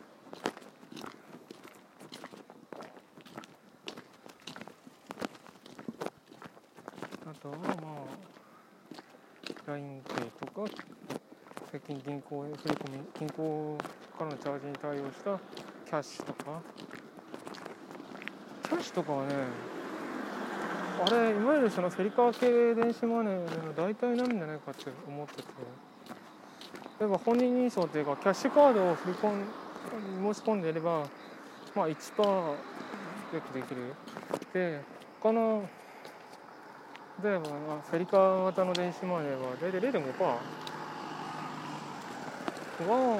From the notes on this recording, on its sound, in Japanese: 通勤時，バスを降りてから職場まで歩く時間に，iPad miniのボイスメモを回してみる。